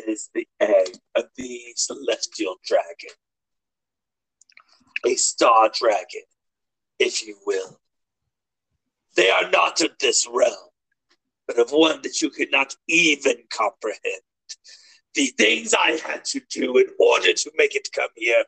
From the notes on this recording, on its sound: Sorry about the audio issues.